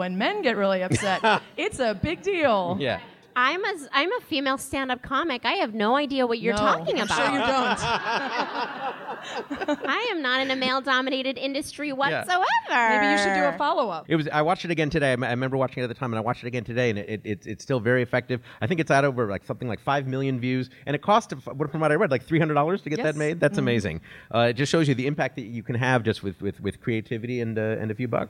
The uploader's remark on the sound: The show was recorded at Sleeping Village in Chicago. The show was recorded at Sleeping Village in Chicago.